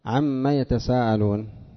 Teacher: النون تبدل حرفا من جنس ما بعدها وتدغم فيه، إما إدغاما كاملا بدون غنة، وإما إدغاما ناقصا بغنة. · Term: الإدغام